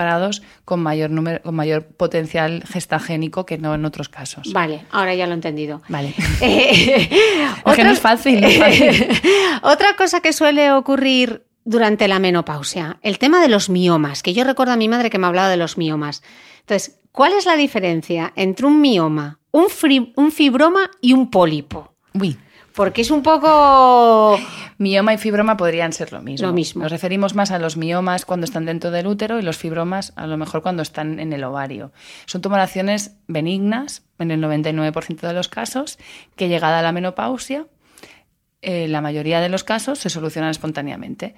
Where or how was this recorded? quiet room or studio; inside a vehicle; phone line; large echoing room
quiet room or studio